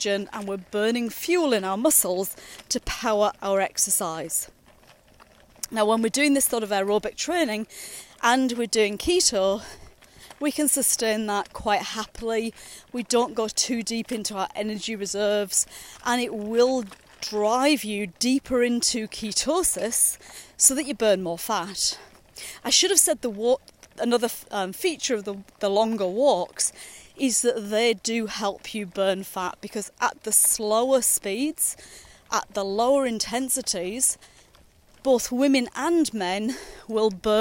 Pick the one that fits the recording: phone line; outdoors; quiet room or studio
outdoors